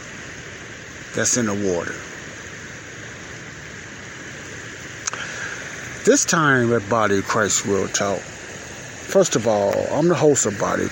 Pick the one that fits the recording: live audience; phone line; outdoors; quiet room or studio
outdoors